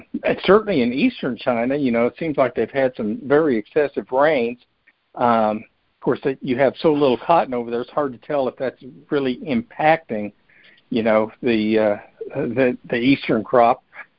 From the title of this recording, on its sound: July 2021 Monthly Conference Call